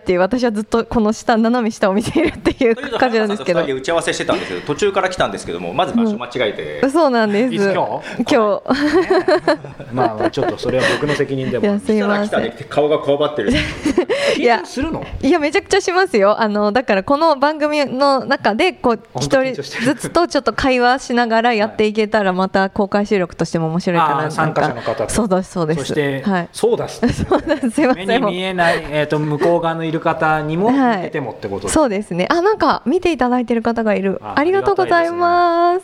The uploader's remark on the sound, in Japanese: 初の公開収録、初のライブ配信。